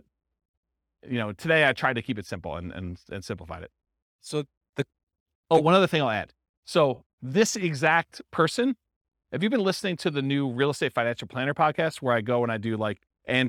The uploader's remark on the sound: This was a live class recorded